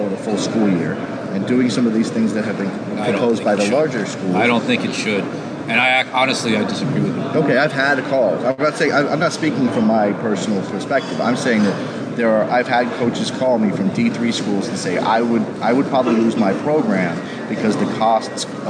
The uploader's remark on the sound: Live from the 2016 NSCAA Convention in Baltimore, Maryland.